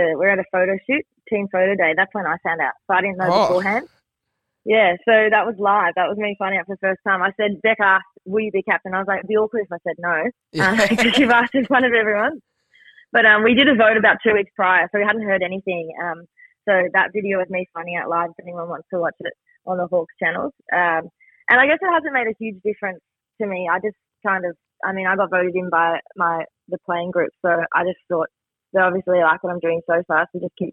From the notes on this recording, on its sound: join over the phone